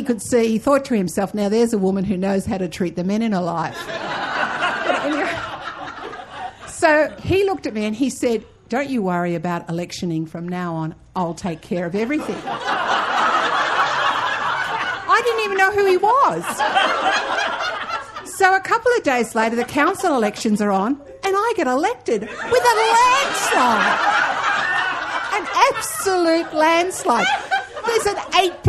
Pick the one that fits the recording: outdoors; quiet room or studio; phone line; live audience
live audience